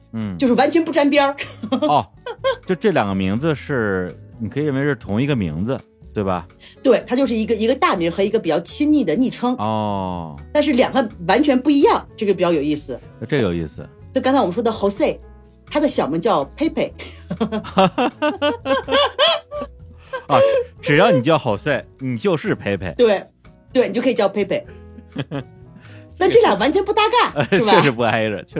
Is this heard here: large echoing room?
no